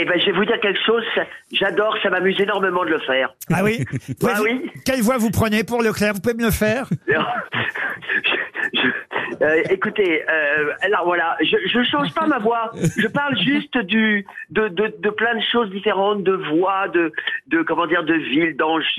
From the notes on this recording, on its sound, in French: au téléphone des Grosses Têtes